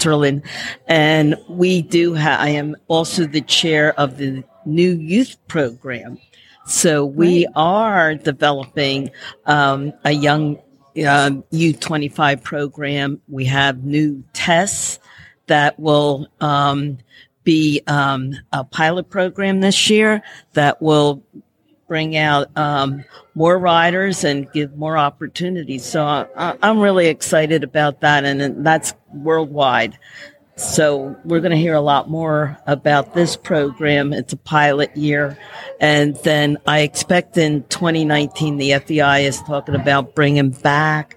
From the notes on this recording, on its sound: This week we look back on a special event we did with the Para Riders. We are live at a US Para event in Wellington.